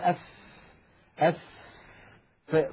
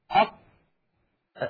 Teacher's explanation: فيجدون بأن مع الفاء يخرج هواء ويخرج نفس عند النطق بها · Shown in: first take · وتستطيع أخي المشاهد في البيت أن تجرب بأن تضع يدك هكذا أمام فمك أف أف، فتجد بأن هناك هواء يتدفق مع خروج الفاء.